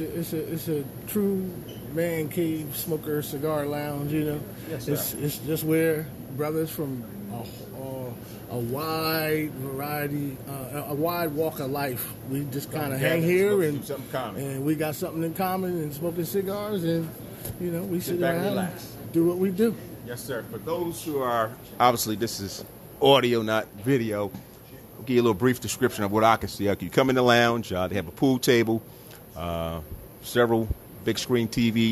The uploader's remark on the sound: This episode I record live from the Lit Cigar Lounge located. In Swedesboro, NJ at 617, Auburn Ave.